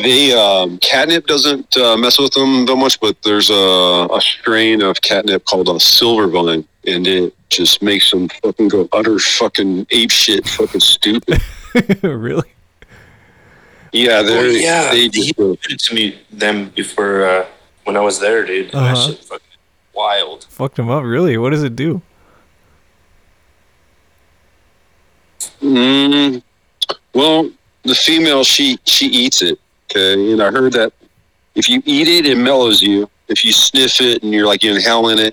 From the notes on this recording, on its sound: This episode is a special 'on the front lines edition' field recording. The clutter strewn edifice to the modern man known as Walmart!